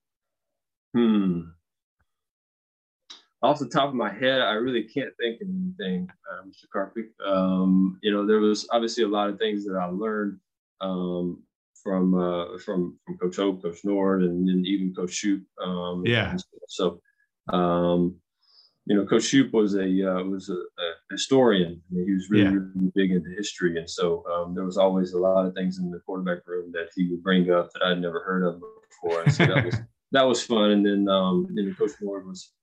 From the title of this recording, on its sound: Birthday Zoom